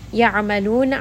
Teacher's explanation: Ya'amalun, ayn is going to be from the middle of the throat, and then it also has tawassut, so make sure that you kind of spread that sound around in the throat. Ayn has a little bit of a strangulation sound, so you can push down against your middle throat